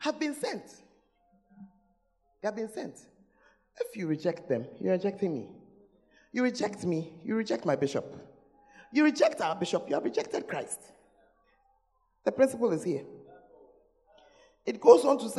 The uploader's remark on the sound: Preached at First Love Church; Ayeduase (Gathering Service)